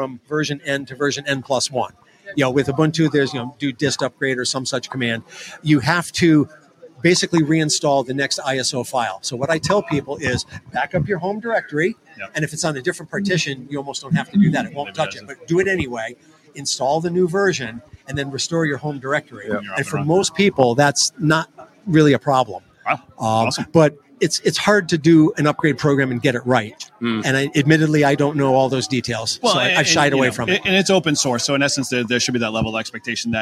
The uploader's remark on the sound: Live from the Northeast HamXposition in Marlboro, Massachusetts!